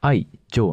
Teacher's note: 愛っていうのは文字だと2つあるし母音も2つあるんですけど音節的には1つにまとまるんですよ